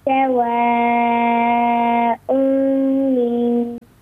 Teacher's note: إدغام نون التنوين في الميم